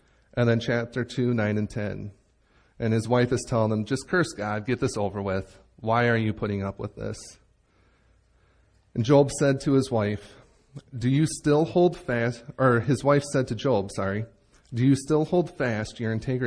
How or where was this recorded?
large echoing room